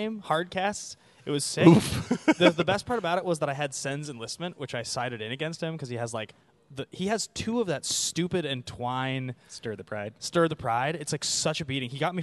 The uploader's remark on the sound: Coming to you live(ish) from Hi De Ho Comics in Santa Monica